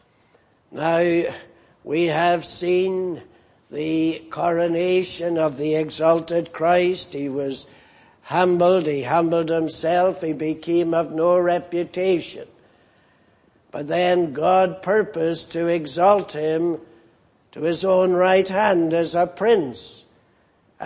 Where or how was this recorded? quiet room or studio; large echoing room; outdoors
large echoing room